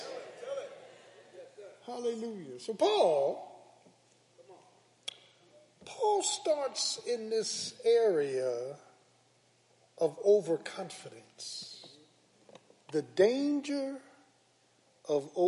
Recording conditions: large echoing room